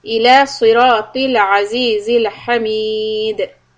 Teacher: Stop with the qalqala on letter dal